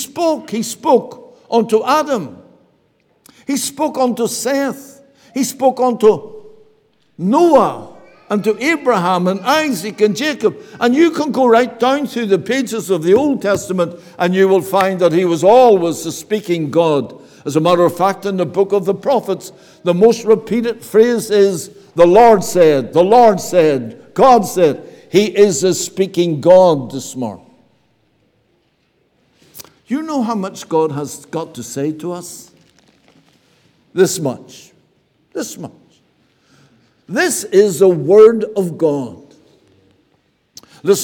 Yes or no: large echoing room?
yes